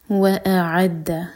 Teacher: حمزہ کا ساؤنڈ الگ اور عین کا ساؤنڈ الگ آنا چاہیے